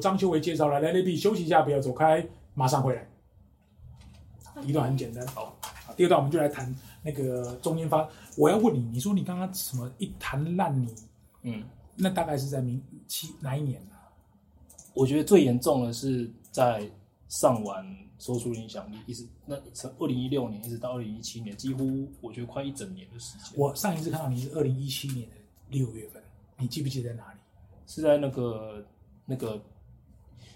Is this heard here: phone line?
no